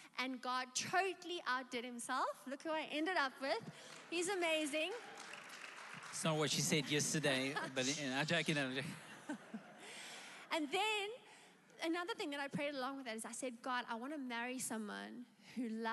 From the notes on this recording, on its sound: Recorded live on Sunday the 24th October 2021